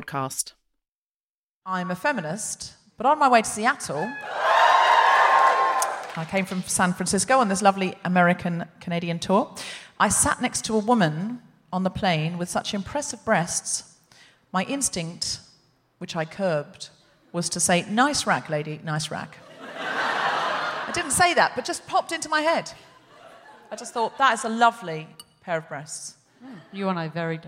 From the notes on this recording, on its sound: Recorded 20 January 2020 at The Neptune Theater in Seattle.